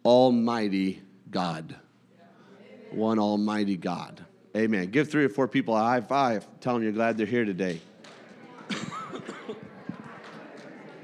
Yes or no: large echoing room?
yes